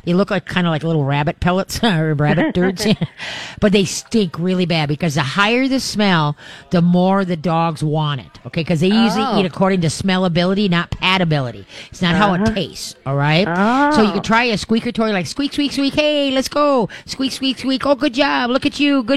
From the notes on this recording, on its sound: We are LIVE from Pet Evolution in Arden Hills!